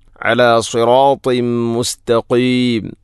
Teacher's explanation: തൻവീനിനെ മീമിലേക്ക് ഇദ്ഗാം ചെയ്യണം